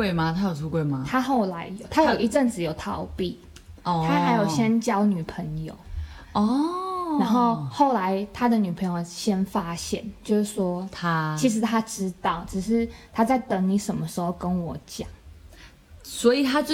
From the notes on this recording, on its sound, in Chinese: 背景音有一些小孩的玩耍與呻吟聲，我們暫停無數次排除噪音來源，希望下次我們可以有安靜不被打擾時間錄音哈哈哈。